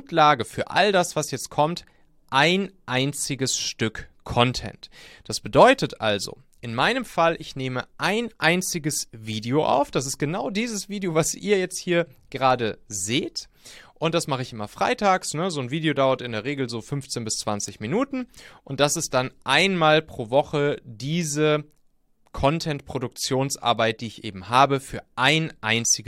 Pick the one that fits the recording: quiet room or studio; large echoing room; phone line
quiet room or studio